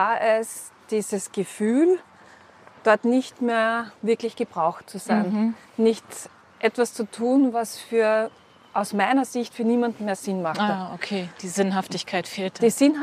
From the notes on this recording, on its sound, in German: Sie besuchte mich Anfang Mai hier an der Ostsee. Unser GEHspräch wird begleitet von so einigen Nebengeräuschen (für einen Sonntagnachmittag auf dem Dorf ganz schön viele).